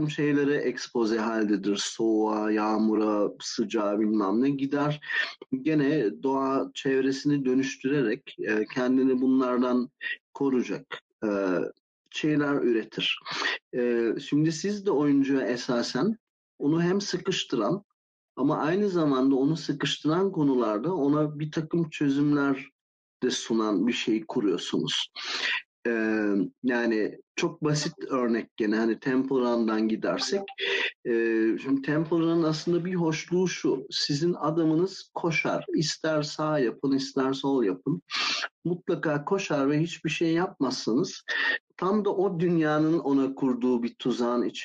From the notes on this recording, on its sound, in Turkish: Discord sunucumuzda canlı olarak kaydedilen bu bölümde.